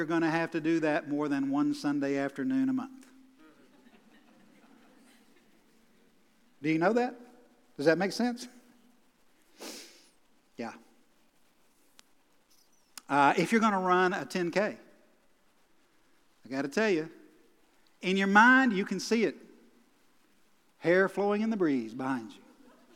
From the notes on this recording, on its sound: Recorded live at The Fellowship at Mt Juliet on September 19, 2021.